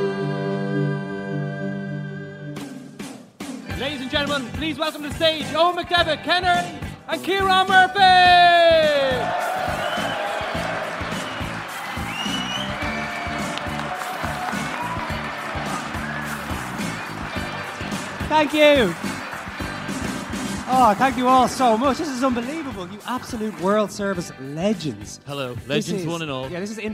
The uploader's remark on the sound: Live At Liberty Hall Theatre